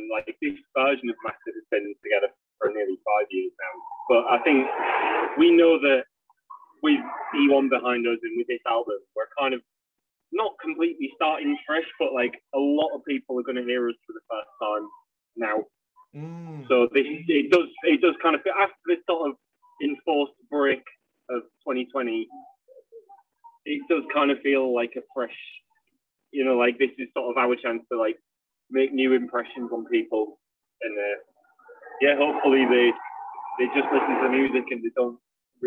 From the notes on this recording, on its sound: Live At Riff Fest 2021. Note: The sound isn't the best. The band were at Riff Fest 2021, so this interview was done before they took to the stage, in a car via phone.